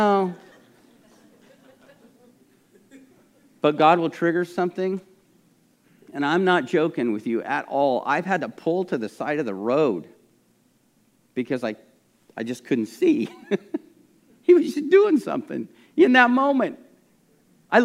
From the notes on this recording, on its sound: This message was recorded at a Sunday service on February 20, 2022